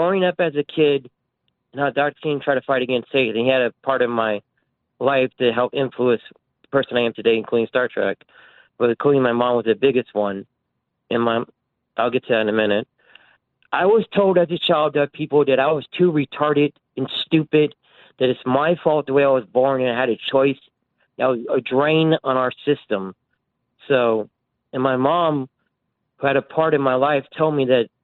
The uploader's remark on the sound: we continue with more of your phone calls